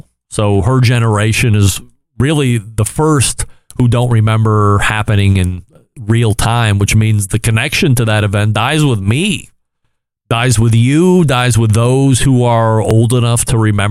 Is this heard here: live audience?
no